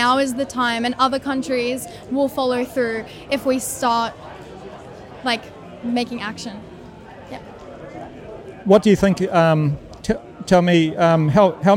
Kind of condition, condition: setting, outdoors